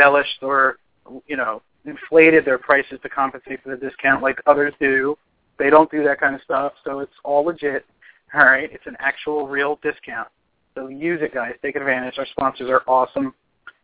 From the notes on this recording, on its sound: In this episode we will host an evening of open lines. We may even make a few of our own phone calls.